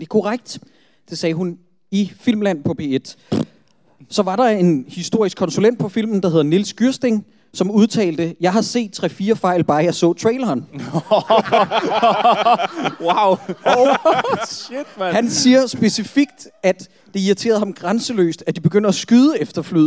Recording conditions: live audience